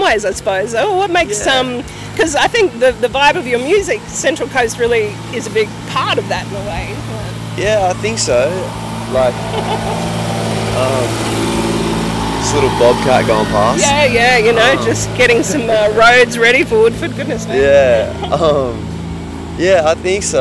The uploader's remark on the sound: This episode of Streets of Your Town comes to you from the streets of the renowned Woodford Folk Festival, an annual gathering in the week leading up to New Years Day that transforms this peaceful rural idyll into a thriving community of more than 130,000 people, larger than the nearest Sunshine Coast town of Nambour.